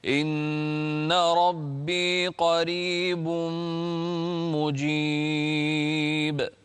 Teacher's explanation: ثم توبوا إليه إن ربي قريب مجيب. هنا الراء مرققة لأنها مكسورة. إن ربي قريب مجيب.